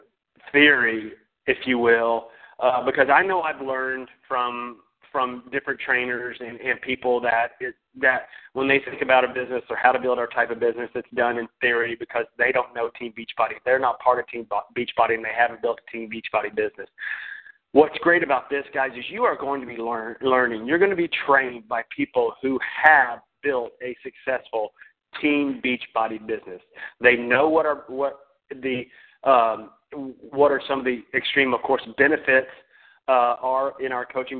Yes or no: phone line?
yes